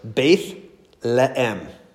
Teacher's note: So you actually pronounce both epsilons. So it's Bethlehem. You have to say the eh twice.